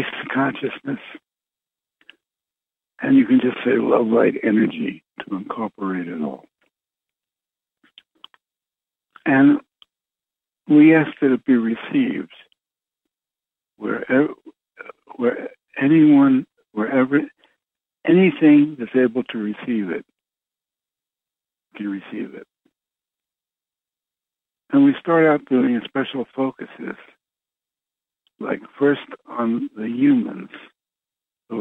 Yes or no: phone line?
yes